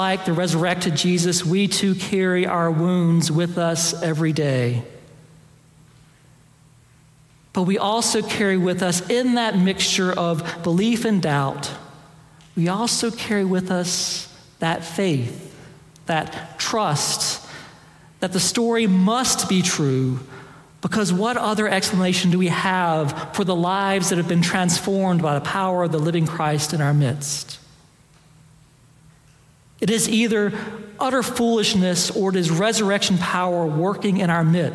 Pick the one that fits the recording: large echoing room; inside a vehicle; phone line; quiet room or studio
large echoing room